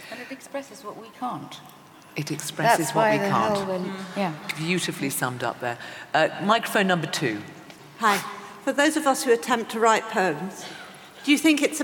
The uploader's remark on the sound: This event was recorded on the 2nd March 2018, in London